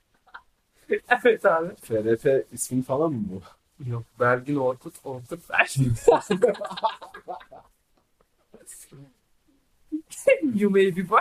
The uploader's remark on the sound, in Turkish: Kötü ses kaliteli.